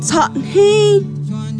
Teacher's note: la entonación se vuelve un poco más aguda y clara en la vocal, elevando el tono al final. Lo vas a escuchar fuerte como tsa-hin.